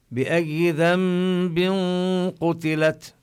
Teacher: التنوين حكمه قبل القاف الإخفاء